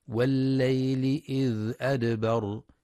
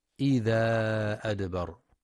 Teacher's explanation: ينتبه القارئ برواية حفص لسكون الذال في إذ مع بيان صفة الرخاوة · Shown in: first take · فلا يقرأ بالفتح والمد إذا أدبر.